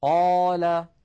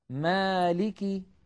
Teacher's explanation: نجد اللوحة مكتوب عليها لا توصف الألف بتفخيم ولا بترقيق بل تكون تابعة للحرف الذي قبلها، نحو قال مالك، فهنا ألف في قال وهنا ألف في مالك، إلا أن الألف الأولى مفخمة لأن قبلها قاف مفخمة والألف الثانية مرققة لأن قبلها ميما مرققة · Term: تفخيم الألف وترقيقها